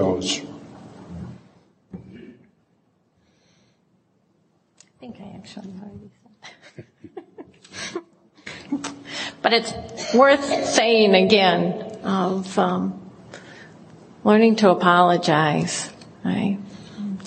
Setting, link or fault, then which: setting, live audience